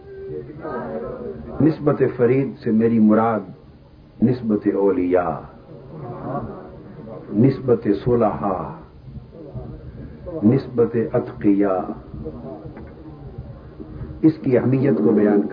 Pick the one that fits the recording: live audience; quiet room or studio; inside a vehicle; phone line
live audience